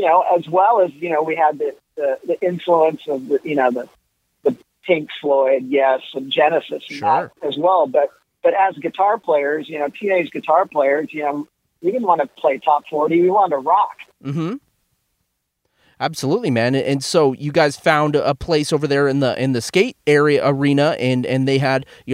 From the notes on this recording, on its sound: so I hopped on the phone